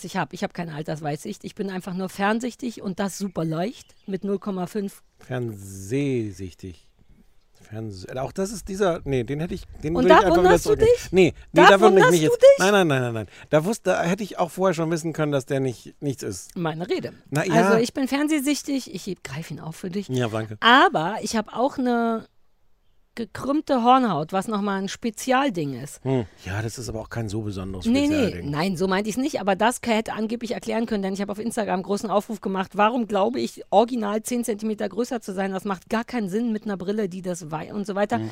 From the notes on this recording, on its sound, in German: mit einer Open-Air-Folge